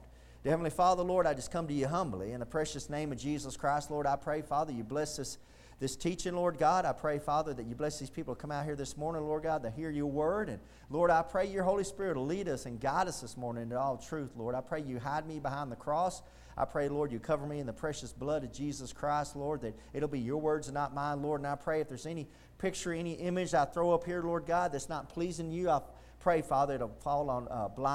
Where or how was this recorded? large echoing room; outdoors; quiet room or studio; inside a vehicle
large echoing room